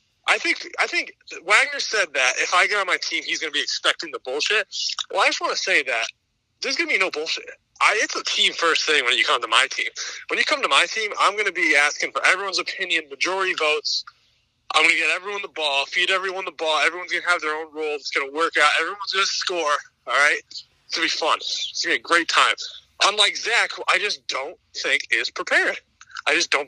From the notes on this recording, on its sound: captain phones in for chat